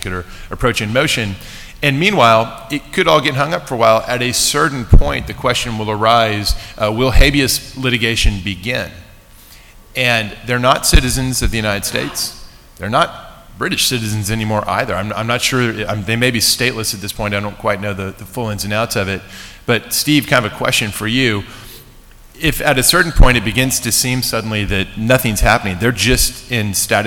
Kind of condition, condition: setting, live audience